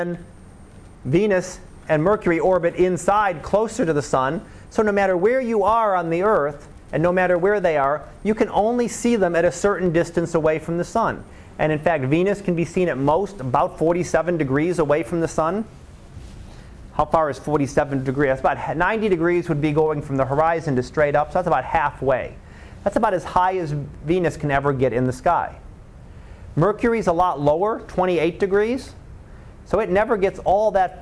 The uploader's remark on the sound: Live Class Lecture